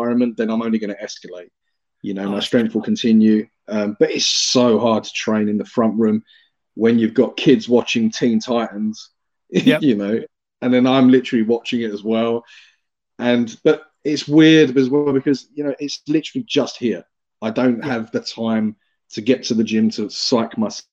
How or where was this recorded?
video call